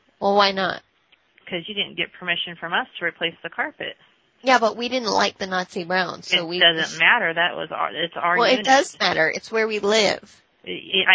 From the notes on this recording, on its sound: …'s Personal Prank Phone Calls Collection.